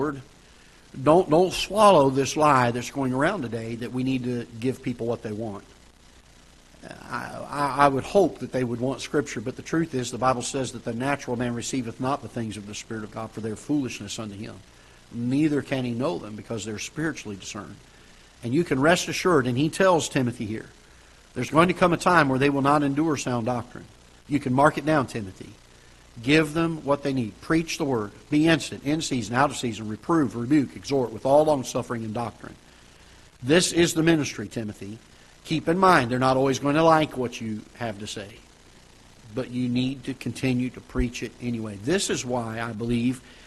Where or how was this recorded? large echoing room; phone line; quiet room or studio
large echoing room